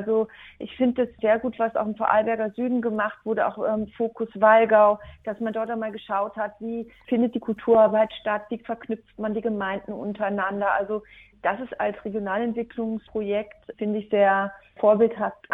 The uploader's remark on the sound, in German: Beantwortete in einem Telefoninterview Fragen zur Kulturstrategie 2023.